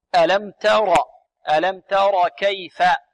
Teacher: والتاء هنا نرققها ونفخم الراء